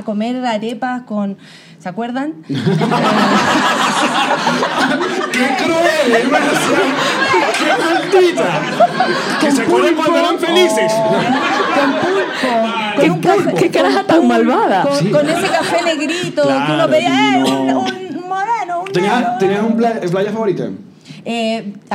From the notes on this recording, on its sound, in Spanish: un programa grabado en Santiago de Chile, acompañados de nuestros #PatreoncitosPlus